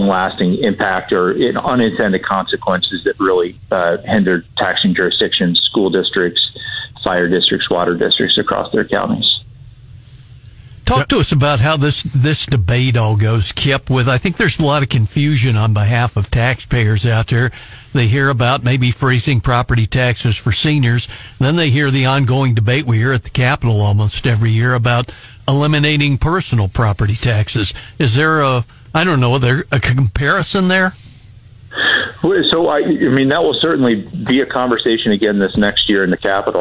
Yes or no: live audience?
no